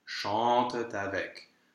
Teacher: So the second T is a little bit more delicate than the first · Term: T in liaison